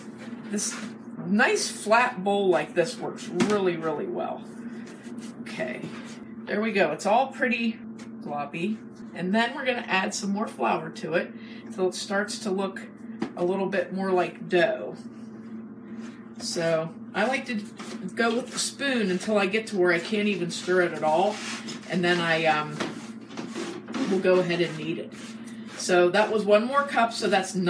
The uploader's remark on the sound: Our first live podcast!